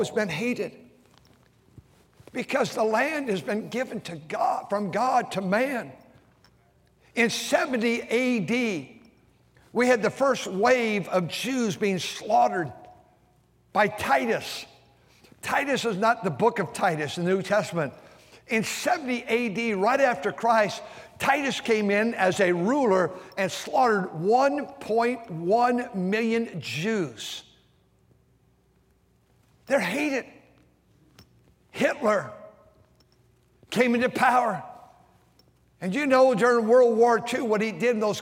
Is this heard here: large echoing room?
yes